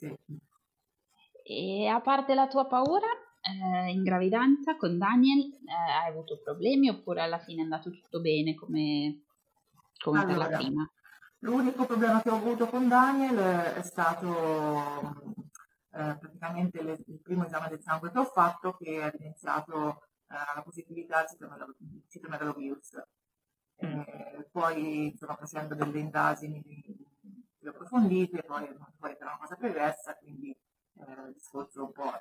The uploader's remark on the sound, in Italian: la qualità audio è decisamente pessima